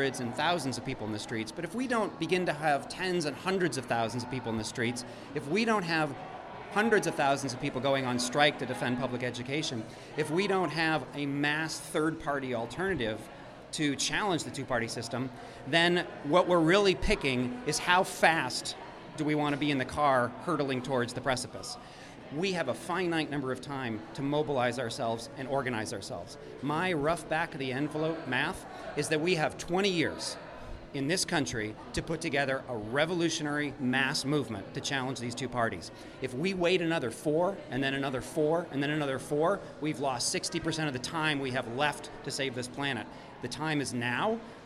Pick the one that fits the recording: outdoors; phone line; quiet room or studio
outdoors